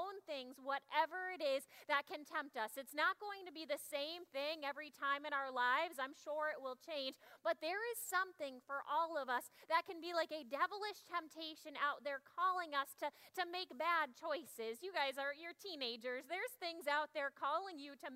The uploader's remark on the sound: Audio from 9am service. Zion United Church of Christ.